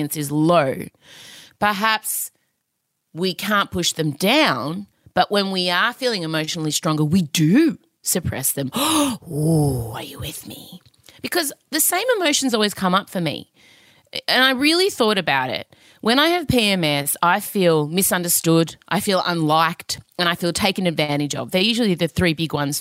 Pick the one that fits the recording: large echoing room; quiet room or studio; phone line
quiet room or studio